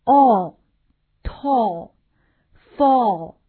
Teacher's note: 注意后面的这个 L 一定要把舌头挑上去，挑到上牙龈的位置啊